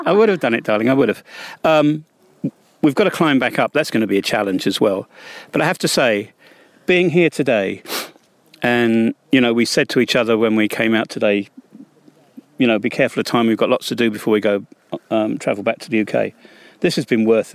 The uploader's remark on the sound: On the Rock Face at the Drill and Chill Festival near the Banja Luka